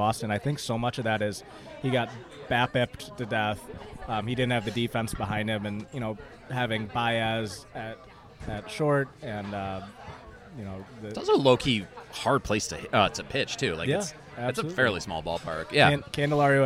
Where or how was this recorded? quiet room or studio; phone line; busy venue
busy venue